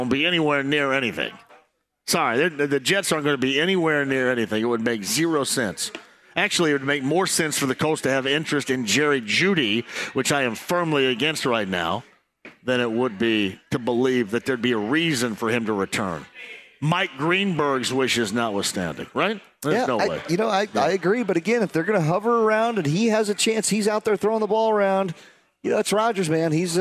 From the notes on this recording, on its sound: LIVE from The Free Spirit in Castleton